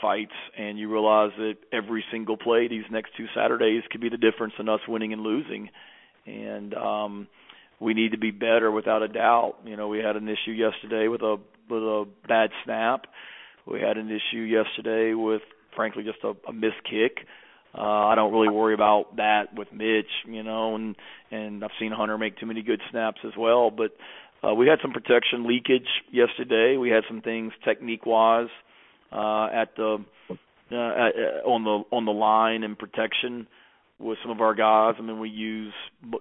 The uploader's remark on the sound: Sunday night conference call